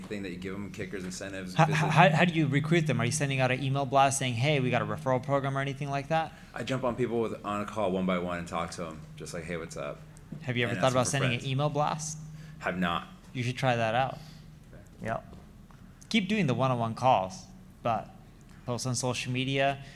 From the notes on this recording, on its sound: live session at the Leveling Up Founders Event